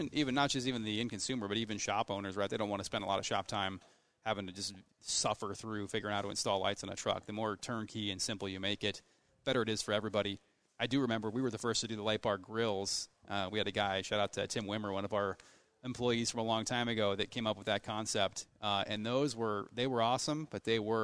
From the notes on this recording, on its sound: In this episode we are coming live from Rigid Industries talking with staff during "Employee Appreciation Day".